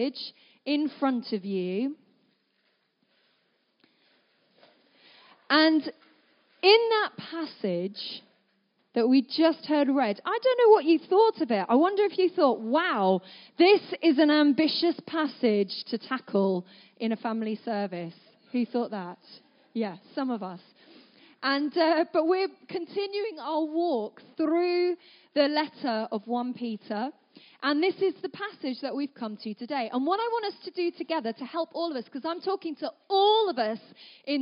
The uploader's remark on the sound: At our 3t family gathering.